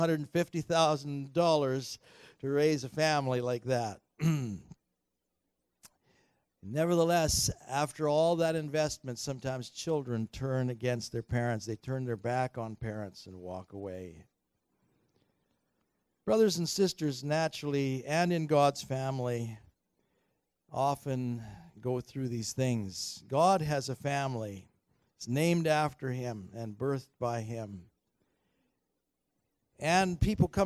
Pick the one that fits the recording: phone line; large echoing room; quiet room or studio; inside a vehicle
large echoing room